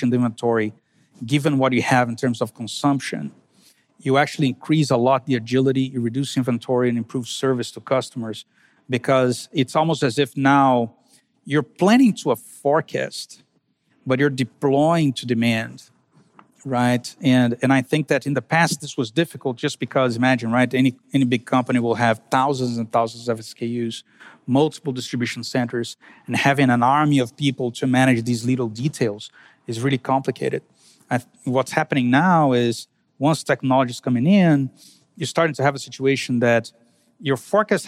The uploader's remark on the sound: fireside chat on Day 1 of the Future of Supply Chain Conference in Northwest Arkansas